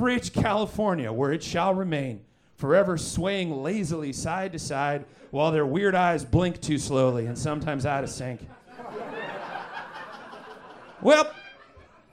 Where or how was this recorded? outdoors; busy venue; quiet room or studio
busy venue